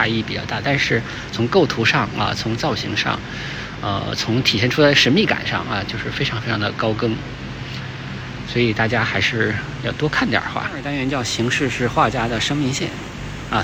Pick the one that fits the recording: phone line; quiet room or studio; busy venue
busy venue